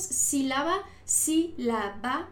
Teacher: esta antepenúltima sí es la fuerte